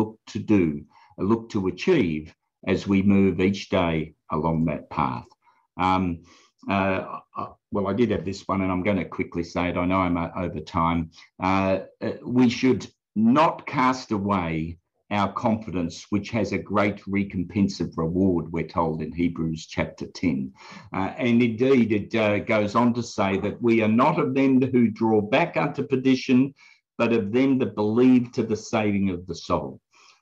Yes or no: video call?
yes